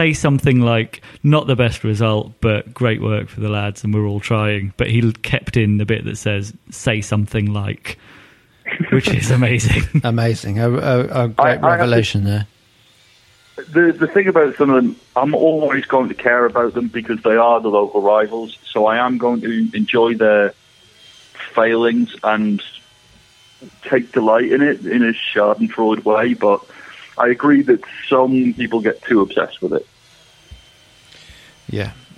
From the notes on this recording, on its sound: on the phone